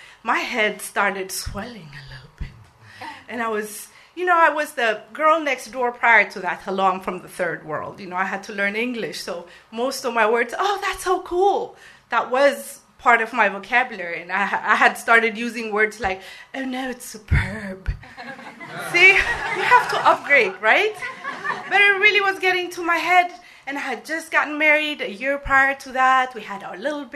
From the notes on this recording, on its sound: Recorded live at Amurica in Memphis, TN.